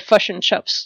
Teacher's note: And the Kiwis, the I becomes a U. · Term: Kiwi vowel reduction